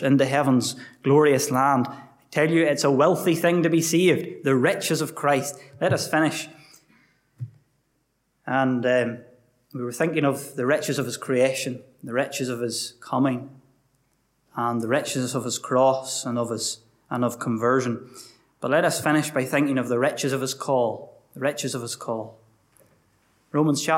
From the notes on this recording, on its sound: Gospel Audio from Ballyclare Gospel Hall